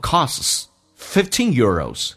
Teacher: costs 三个辅音并排可以去掉中间的 t